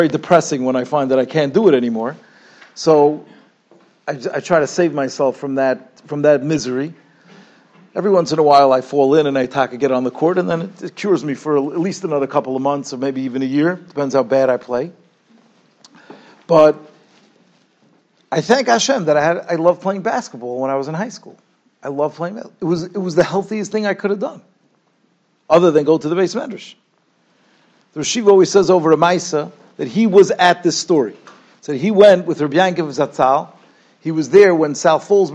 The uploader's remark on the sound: Shiur recorded in Yeshivas Ohr Reuven, Monsey, NY.